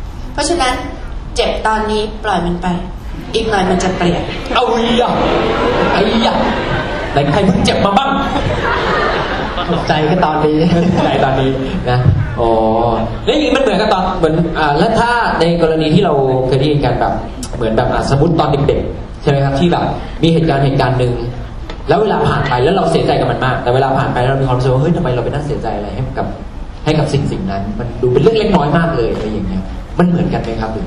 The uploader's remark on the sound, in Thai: เสียงอัดจากงานเสวนา. จัดที่คณะเทคนิคการแพทย์ มหาวิทยาลัยมหิดล ศาลายา.